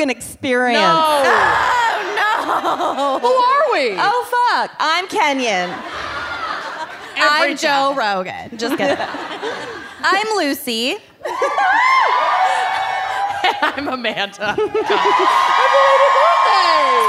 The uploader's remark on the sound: Brooklyn LIVE! Live from Brooklyn.